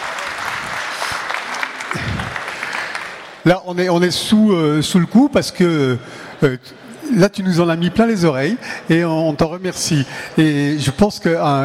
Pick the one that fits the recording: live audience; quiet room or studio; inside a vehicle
live audience